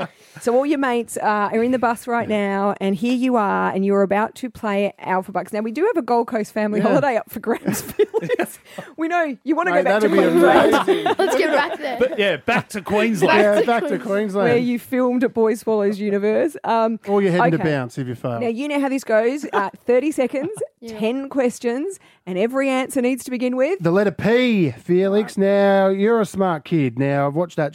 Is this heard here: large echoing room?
no